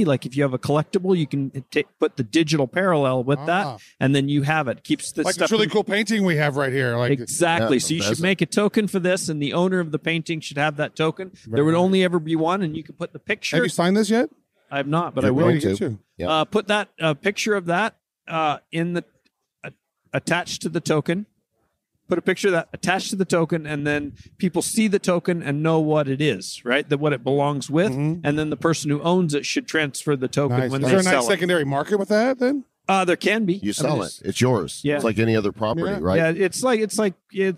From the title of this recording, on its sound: Crypto Mashup at World Crypto Con